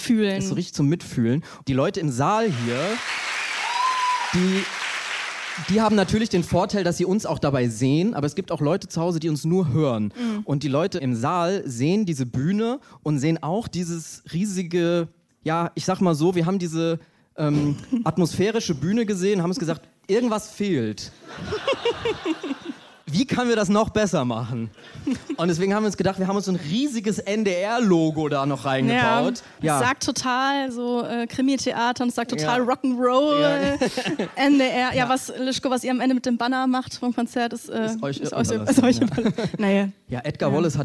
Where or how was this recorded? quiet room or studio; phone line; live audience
live audience